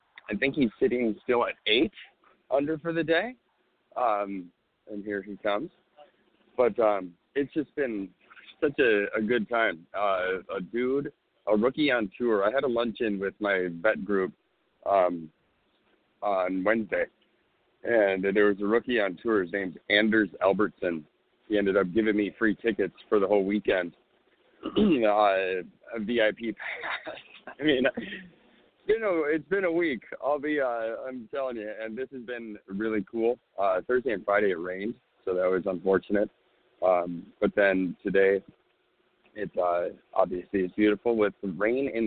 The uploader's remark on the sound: LIVE FROM THE GENESIS OPEN